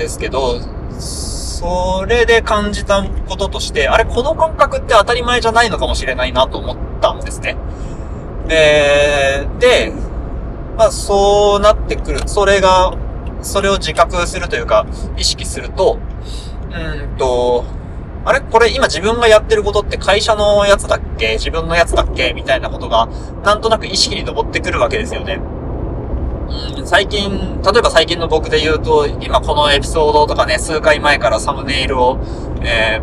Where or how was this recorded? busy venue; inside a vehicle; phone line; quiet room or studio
inside a vehicle